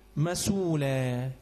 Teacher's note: يبقى حمزه ما يجي يقف على كلمه مسؤوله بينقل حركه الهمزه الى الساكن الصحيح قبل الهمز